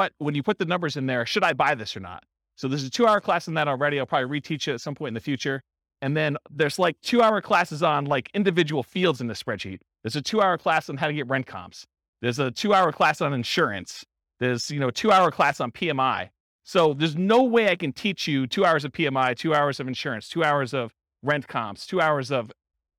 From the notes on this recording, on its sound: This was a live class recorded